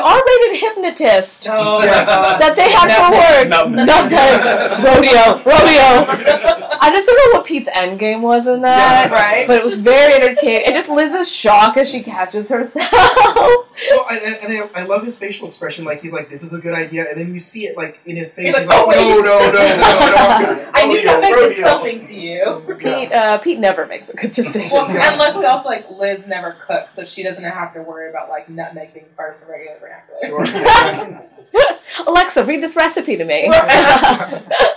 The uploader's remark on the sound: Today we have sound problems! We had some major technical/microphone difficulties this week, so the sound quality is similar to that of an old school "Speak and Spell".